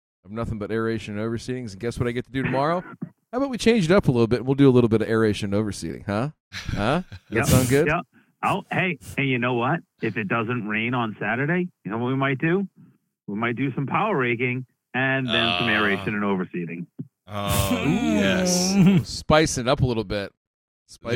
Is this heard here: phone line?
yes